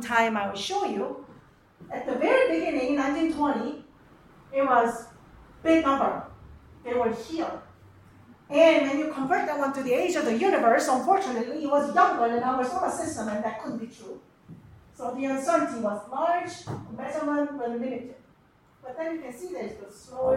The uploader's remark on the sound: This lecture was given on July 13th, 2023, at the "Thomistic Philosophy & Natural Science Symposium" at the Dominican House of Studies.